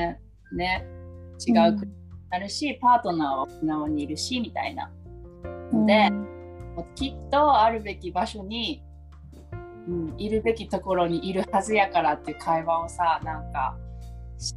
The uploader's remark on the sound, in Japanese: リモート収録でお届けします